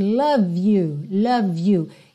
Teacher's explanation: Eu também ligo, porque o E de love não é pronunciado. Então, eu já ligo o V no you. Embora Y não seja uma vogal, seja uma consoante, ela tem um som de vogal, you, ok?